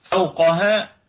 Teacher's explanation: فوقها الكلمة كلها مرققة مع حرف القاف في الدرجة الثانية من درجات التفخيم لأنها متحركة بالفتح وأيضا فيها قلقلة نسبية. فوقها الواو حرف لين لماذا؟ لأنها ساكنة قبلها مفتوح. فو لا ليس فيها مد، بل الواو هنا حرف لين.